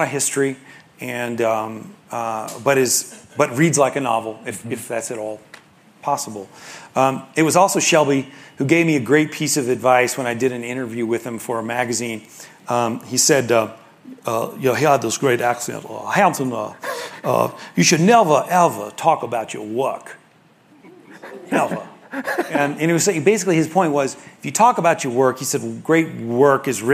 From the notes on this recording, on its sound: In front of an audience. This public event was part of a four-day seminar about the history of the 19th Century American West, which was hosted by the Aspen Institute's Society of Fellows.